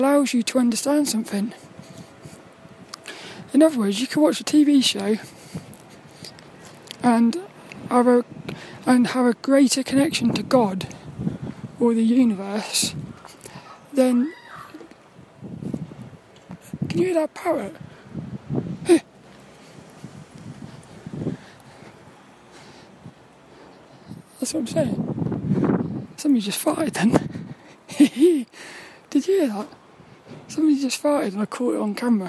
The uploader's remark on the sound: This 'About The Tings' brain dump episode was a Walk and Talk around the local Graveyard, and Central Park in Plymouth.